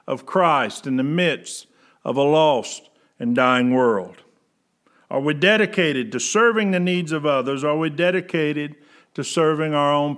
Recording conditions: large echoing room